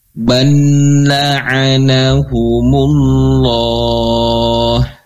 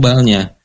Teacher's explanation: karena lam memiliki sifat tawassut atau bainiyah ya, maka ada sedikit aliran suara gitu ya, dan namun terbatas ya · Shown in: first take